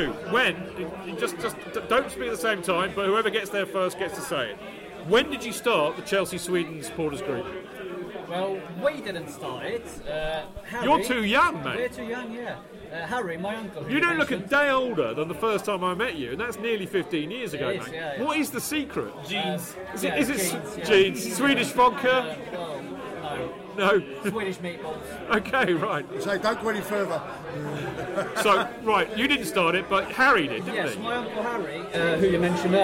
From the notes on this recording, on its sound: a special FanCast live from the Chelsea Pensioner